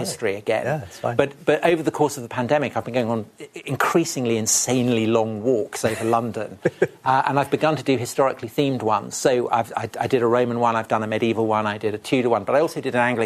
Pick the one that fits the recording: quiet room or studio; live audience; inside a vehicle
live audience